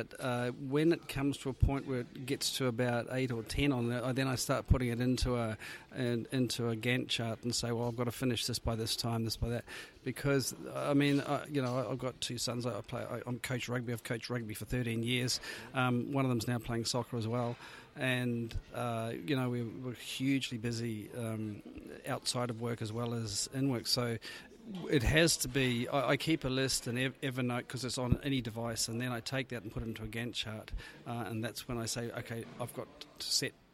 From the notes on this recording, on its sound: I recorded this show during the PMI Ireland National Conference at the Aviva Stadium. This was an action packed conference with a great selection of speakers and over 350 attendees.